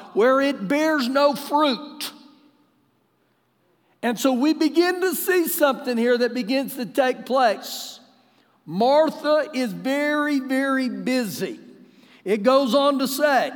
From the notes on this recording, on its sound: Recorded live during our Wednesday night service